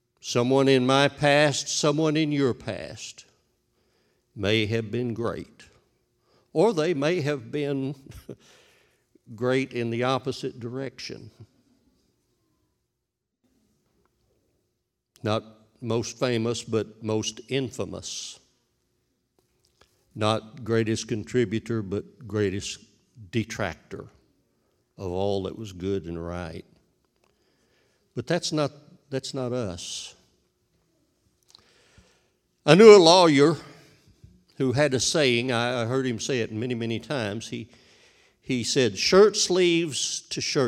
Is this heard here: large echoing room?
yes